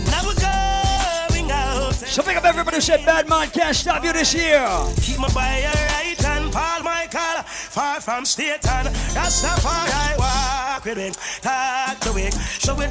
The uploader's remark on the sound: The entire live party audio from Saturday, January 16 at Island Saturdays at Half Way Tree in Providence, RI. 100% Caribbean party vibes.